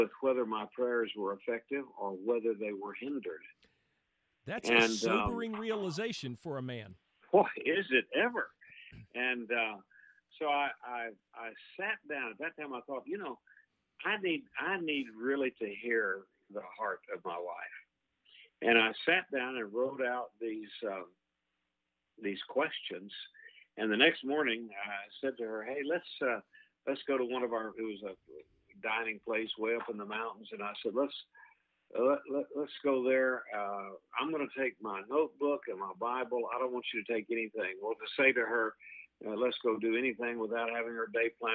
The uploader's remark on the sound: is joined on the phone